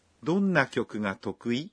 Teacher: Contoh tadi mengucapkan tokui dengan intonasi meningkat.